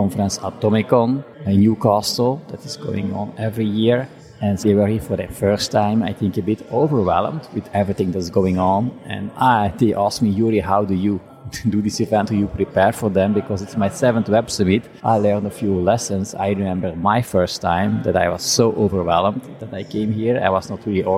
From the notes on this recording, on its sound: (at Web Summit). This episode was recorded at the official Web Summit podcast booth.